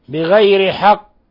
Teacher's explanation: حالة الوقف على القاف نقلقلها قلقلة كبرى، نقلقلها قلقلة كبرى لأنها مشددة